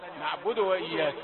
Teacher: حرف الدال جاء ساكنا مقلقلا إلى الضم فقط، مش مضمون